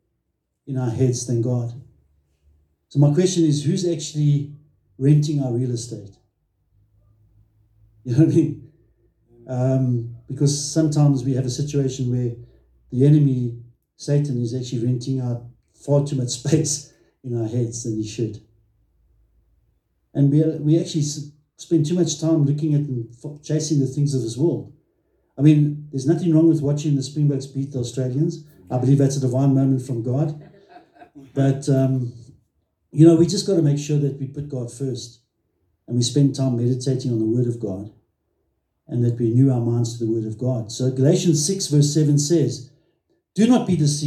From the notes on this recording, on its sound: Recorded Sunday, 09 July 2023 at Love Beyond in Harveston.